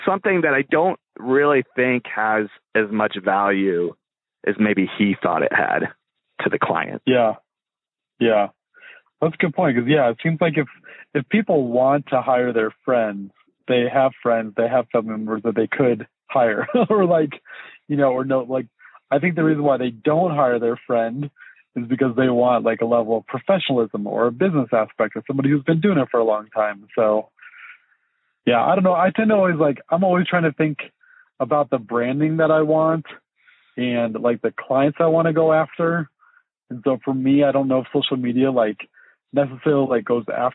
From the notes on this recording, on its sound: link up via phone